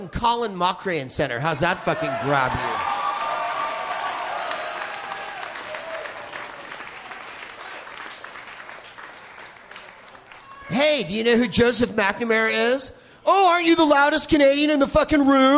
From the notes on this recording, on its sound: Live from Vancouver's "FanClub